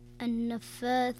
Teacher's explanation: النون المشددة يكون الحكم فيها غنة بمقدار حركتين، فتقرأ النفاثات.